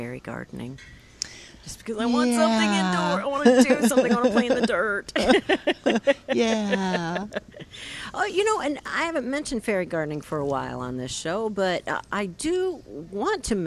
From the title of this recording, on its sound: Plant Experts Live at Prairie Gardens 9-29-18